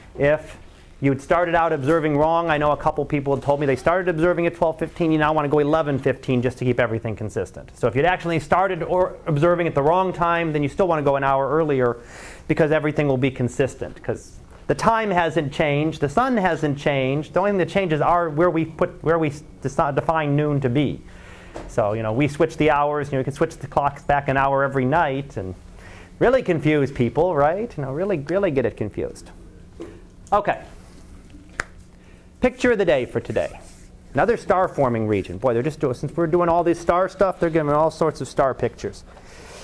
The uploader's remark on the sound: Live Class Lecture